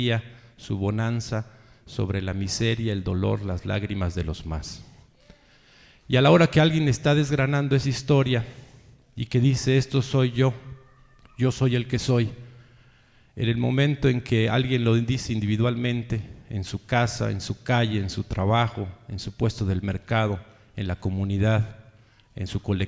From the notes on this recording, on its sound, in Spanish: Reunión con adherentes en Querétaro. Reunión en el Teatro de la República, Querétaro.